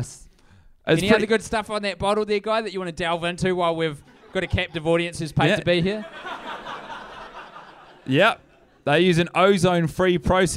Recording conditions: live audience